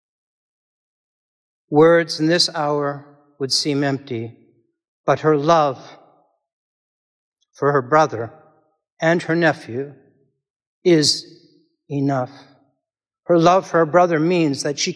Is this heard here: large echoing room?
yes